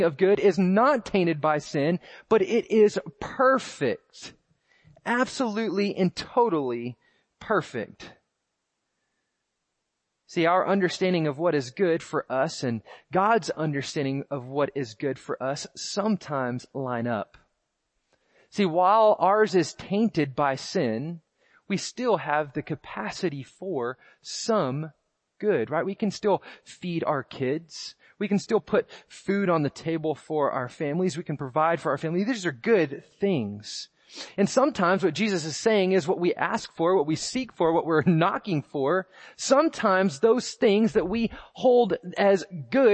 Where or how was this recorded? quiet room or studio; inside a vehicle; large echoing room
large echoing room